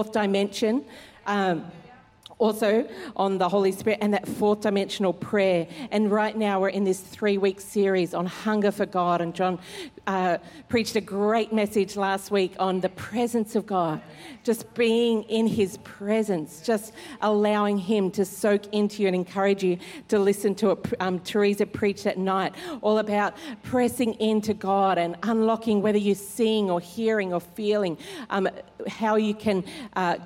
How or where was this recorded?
live audience